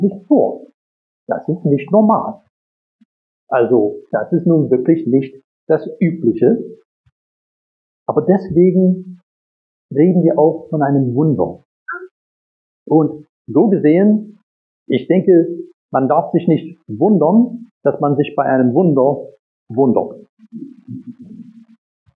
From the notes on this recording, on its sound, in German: Predigt aus dem Gottesdienst vom 24.